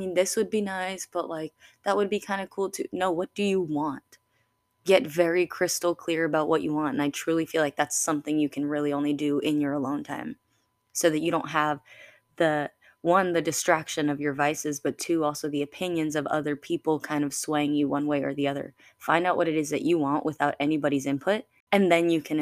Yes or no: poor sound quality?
no